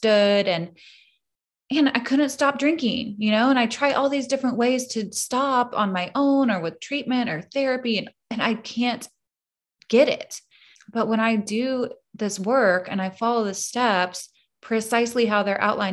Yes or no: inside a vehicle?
no